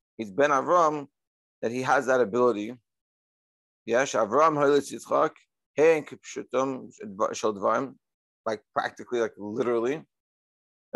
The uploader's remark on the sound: Daily Zoom Shiur